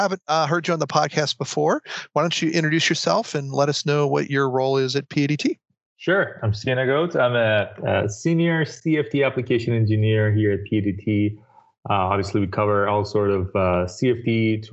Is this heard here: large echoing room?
no